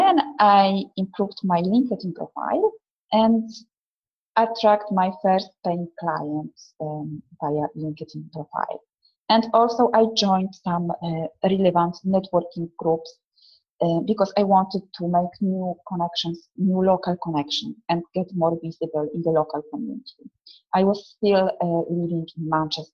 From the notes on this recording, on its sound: a recording of the webinar which I ran a couple of months ago